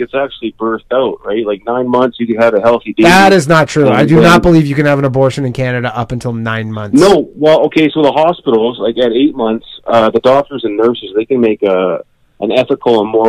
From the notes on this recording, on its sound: call in show